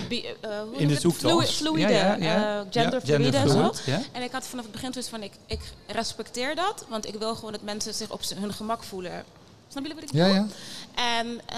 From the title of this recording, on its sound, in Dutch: Live in de LocHal